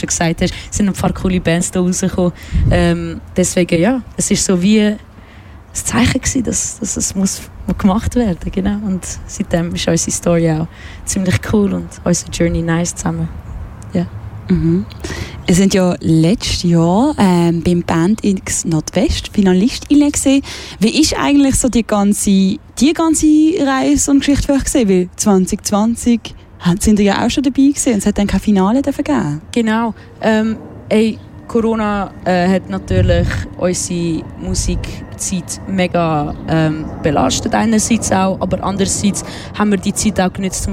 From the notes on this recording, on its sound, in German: Hörorte, Kloster Wettingen. Sendete in dieser Woche live vom Ufer der Limmat.